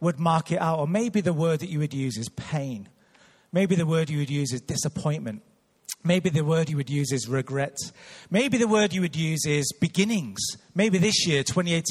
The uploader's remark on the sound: Recorded live at Life Church Lancashire on 30th December 2018.